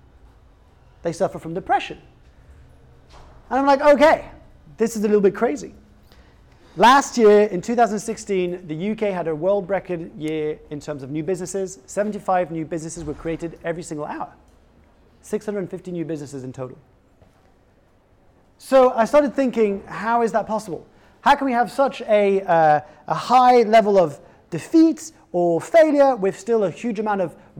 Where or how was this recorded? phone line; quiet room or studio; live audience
live audience